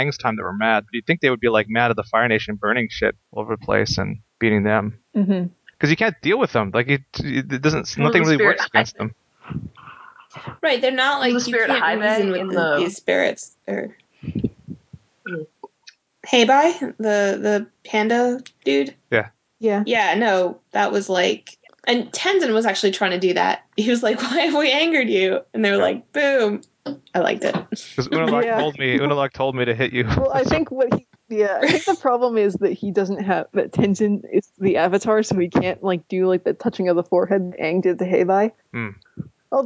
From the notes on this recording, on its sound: We deal with some heavy lag spirits and manage to podcast despite the technical difficulties.